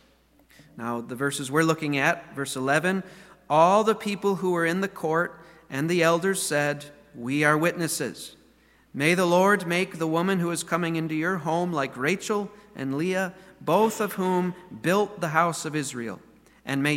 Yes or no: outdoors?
no